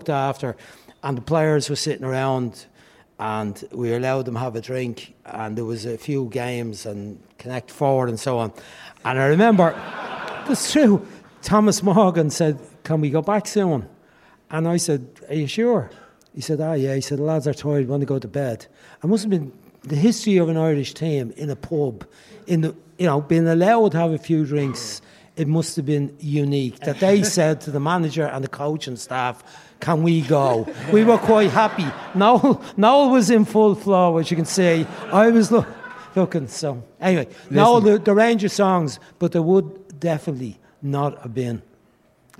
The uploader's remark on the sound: live in Liberty Hall Theatre